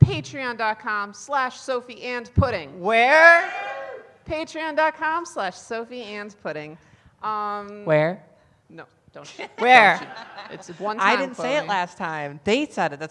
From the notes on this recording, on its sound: A live studio audience at SummerCAP 2022!